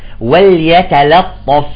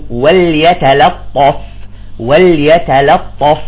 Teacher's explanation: يجب أن ترقق اللامتين